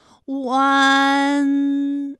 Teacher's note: 是从圆唇的后高元音乌开始，口型迅速的由合口变为开口状 · Term: 乌安